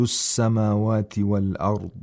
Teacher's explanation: We have only letters of ترقيق in سماوات، and in والأرض we have الراء with تفخيم and الضاد with تفخيم